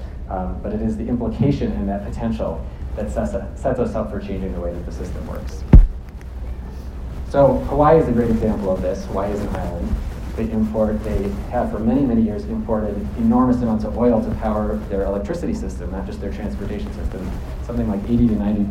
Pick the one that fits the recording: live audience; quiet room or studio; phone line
live audience